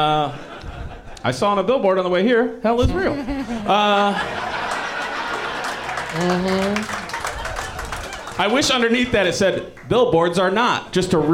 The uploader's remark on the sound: Live from Go Bananas Comedy Club in Cincinnati